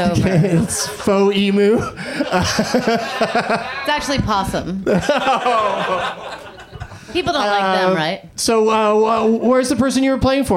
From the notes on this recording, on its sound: Live from the UCB Franklin